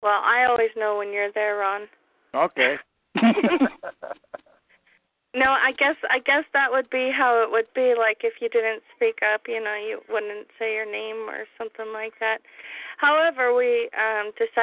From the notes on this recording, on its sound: Oregon National Liberty Alliance Call. Welcome to the Unified Oregon Common Law Grand Jury Conference Call.